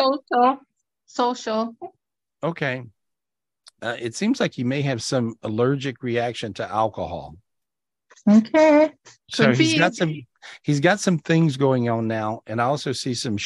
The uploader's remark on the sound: This was recorded LIVE on Zoom.